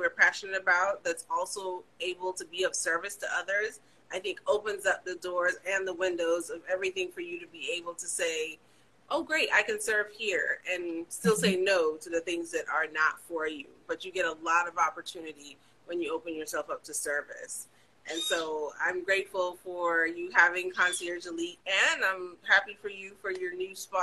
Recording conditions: video call